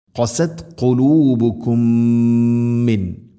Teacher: ഇത് ഖാം ബിഗുന്ന, ഇത് ഖാം മുതമാസിലൈൻ. മീമിനെ അടുത്ത മീമിലേക്ക് കൂട്ടി ലയിപ്പിച്ച് മണിച്ചുകൊണ്ട് ഉച്ചരിക്കണം. ഖസത് ഖുലൂബുക്കും മിൻ.